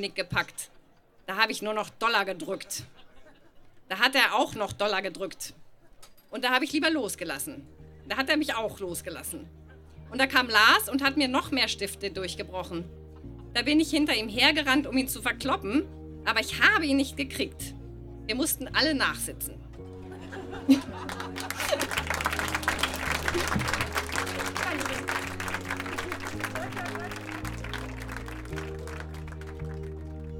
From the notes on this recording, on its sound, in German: Ausschnitte aus der Veranstaltung auf dem Flux Bergfest 22.08.2018 im FluxBau, Berlin. Liveshow auf dem Flux Bergfest 22.08.2018 im FluxBau, Berlin. Heißen Dank an den FluxFM, unser tolles Publikum.